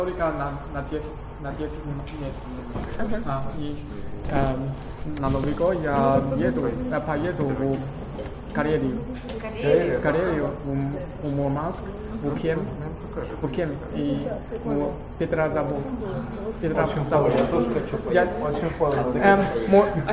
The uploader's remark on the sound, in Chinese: 这次为大家播放的是莫斯科中国俱乐部活动的录音节选。在我们的俱乐部中，俄罗斯人讲汉语，中国人说俄语哦！